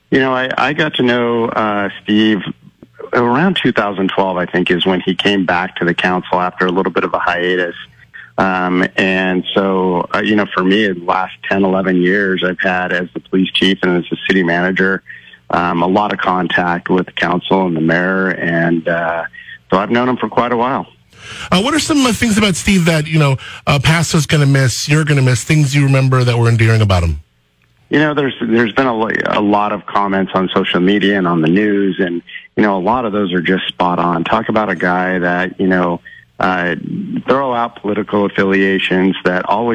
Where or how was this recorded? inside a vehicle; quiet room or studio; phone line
phone line